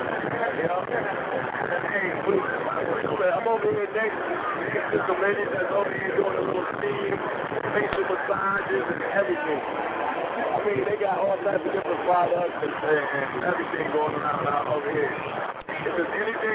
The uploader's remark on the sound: BarberZone Radio LIVE from Bronner Brothers Show.